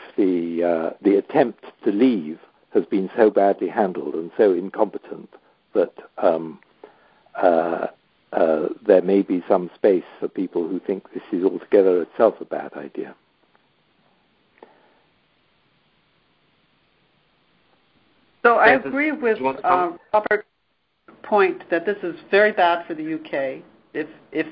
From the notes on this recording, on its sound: The Turkish Heritage Organization hosted a recent teleconference discussion.